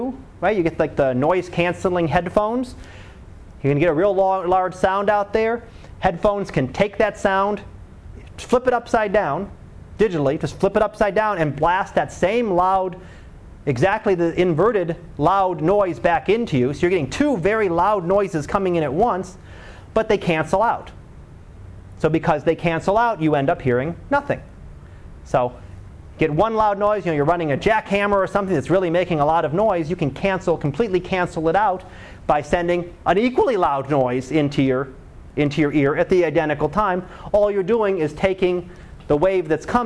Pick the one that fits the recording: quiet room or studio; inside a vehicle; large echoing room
large echoing room